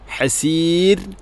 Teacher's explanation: ഹസീർ റായിനെ തർഖീഖാണ് ചെയ്യേണ്ടത്